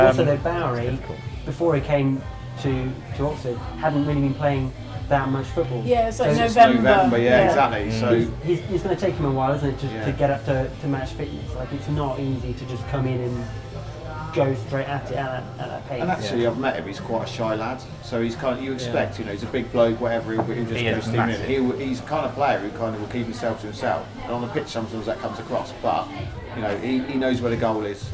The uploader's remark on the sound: recorded at the Boundary House, Abingdon